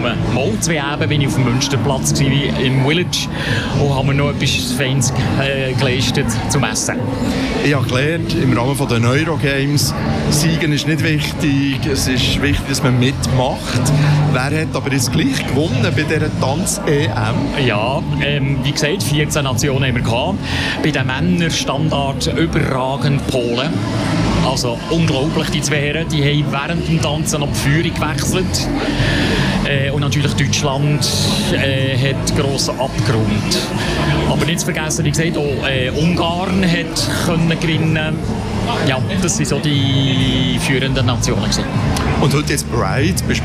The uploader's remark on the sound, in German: QueerUp Radio sendete anlässlich der BernPride/EuroGames am 29.07.2023 während mehrerer Stunden live vom Bundesplatz in Bern.